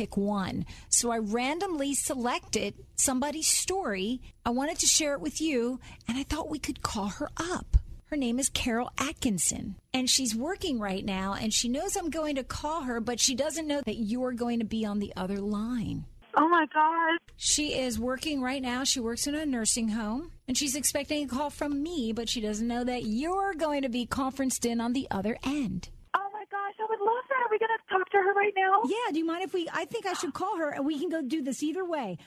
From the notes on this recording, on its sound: she surprises a listener with a phone call she'll never forget